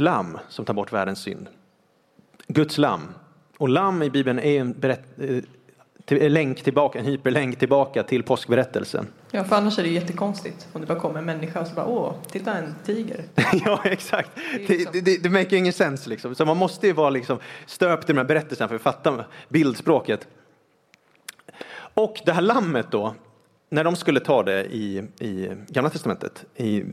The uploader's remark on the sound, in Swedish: Vi höll en livepodd på Livets Ords Youth Conference den 2 November 2023.